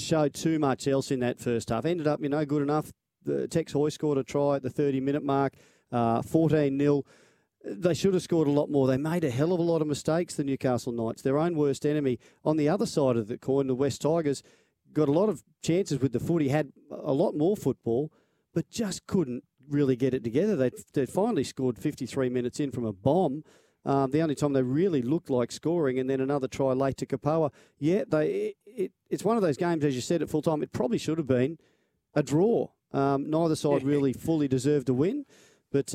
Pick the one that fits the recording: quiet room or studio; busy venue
busy venue